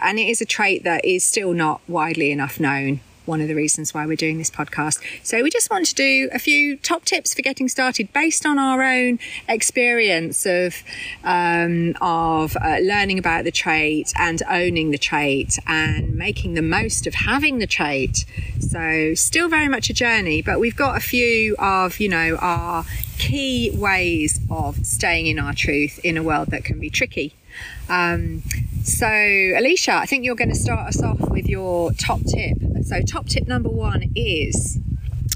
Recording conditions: wind noise